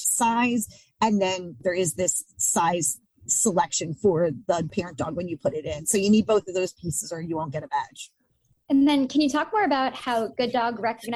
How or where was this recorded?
video call